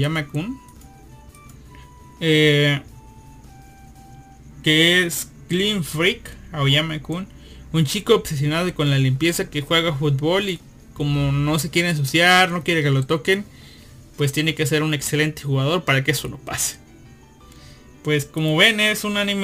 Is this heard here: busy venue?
no